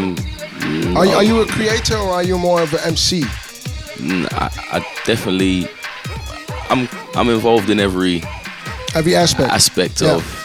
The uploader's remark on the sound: GRIMEYARD pop-up installation live from the Volkshotel, Amsterdam.